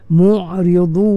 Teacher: Mu'ridun dad, pastikan tepi lidah menyentuh gigi geraham.